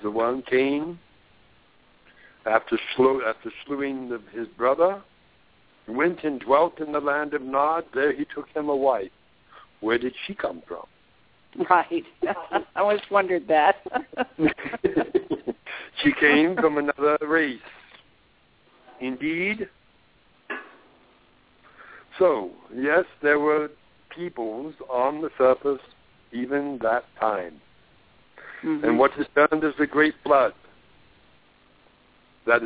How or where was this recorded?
phone line